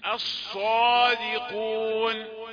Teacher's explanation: وجود الالف بيرجع الصوت، بيزود من تفخيمه · Term: المرتبة الأولى